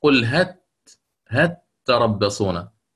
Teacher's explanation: إدغام اللام في التاء